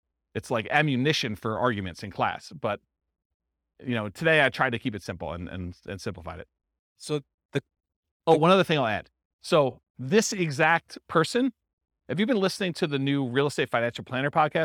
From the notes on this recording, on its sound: This was a live class recorded